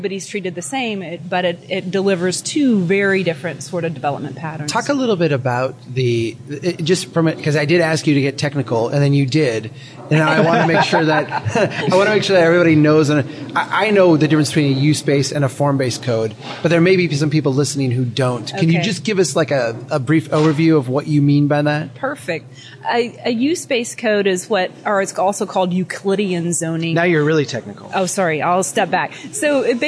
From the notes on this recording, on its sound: Recording live at CNU24 in Detroit